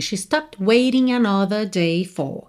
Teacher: aqui ele usa no waiting, another day for, sem enrolar os R's